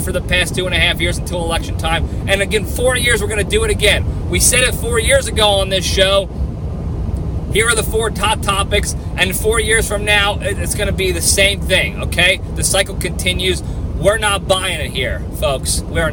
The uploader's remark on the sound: I'm back on the road and answering fan questions! I'm driving back down to the LPDS ranch in Texas, so I decided to take more questions from the fans and make the drive a little less boring.